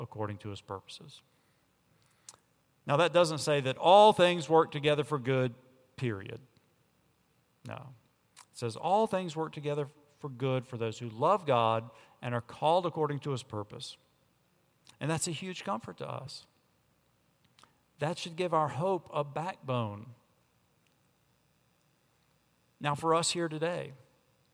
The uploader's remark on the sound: On Sunday, July 22 at Redeemer Presbyterian Church in Charleston, SC